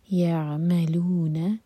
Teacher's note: یعملون عین ساکن پر تھوڑا سا ٹائم تاکہ جھٹکا نہ ہو